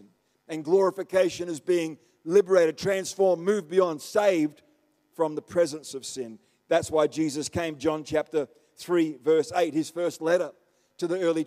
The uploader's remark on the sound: The live stream of Destiny Church Atherton